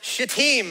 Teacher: So y'all just make sure you put the emphasis on the second syllable, okay?